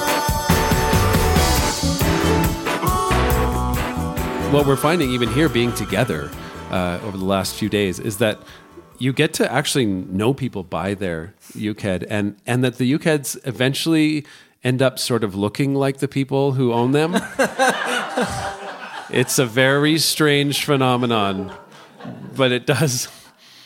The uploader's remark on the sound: taped live at the Uke Heads Gathering in Santa Fe, New Mexico